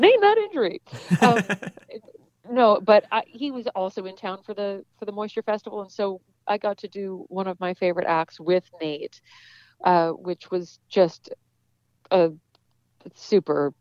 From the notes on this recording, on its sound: The Moisture Festival hits the phone lines.